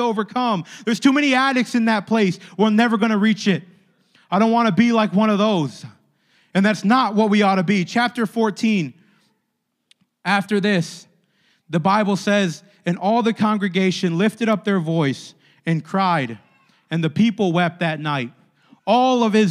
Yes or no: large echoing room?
yes